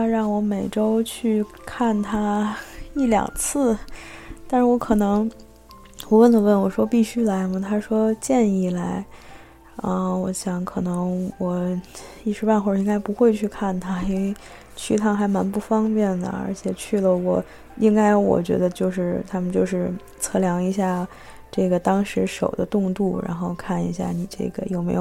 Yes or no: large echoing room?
no